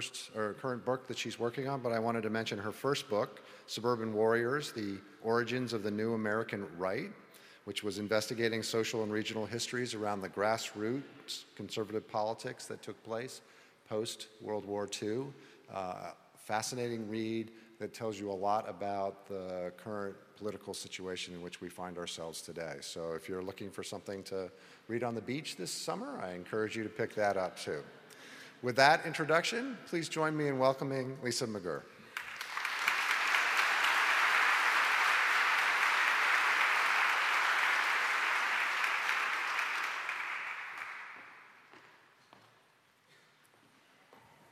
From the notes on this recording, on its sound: TED-style talks with two prominent faculty members for an audience of reunioning alumni